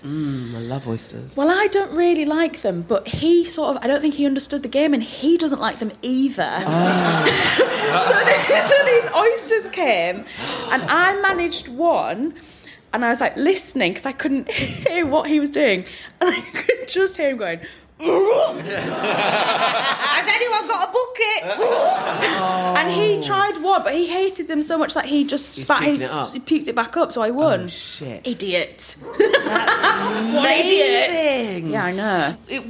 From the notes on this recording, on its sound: We recorded this episode live from the LEICESTER COMEDY FESTIVAL